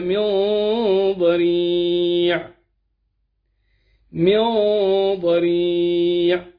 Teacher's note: طبعا ده إخفاء، وإخفاء مفخم لأن الضاد من حروف التفخيم، والغنة تفخم وترقق حسب الحروف التي بعدها.